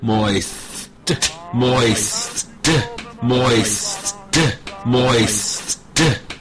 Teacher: And snap that T at the end.